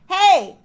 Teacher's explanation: However, if a person is like shouting, you know, it's perfectly feminine for someone to go, hey, with a very thick vocal fold mass that is also bright